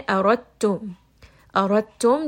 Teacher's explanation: There is no sukun, there is nothing on top of this dal. So we're just going to go ahead and drop that dal, and we're going to go straight from the ra to the letter ta. We're going to say arattum.